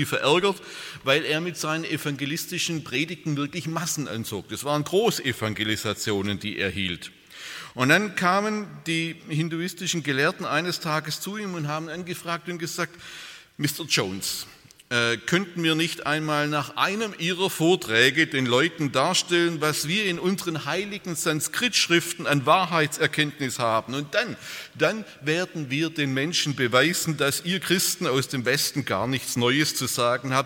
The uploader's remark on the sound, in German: aus dem Präsenz-Gottesdienst der Missionsberg-Gemeinde (Liebenzeller Mission)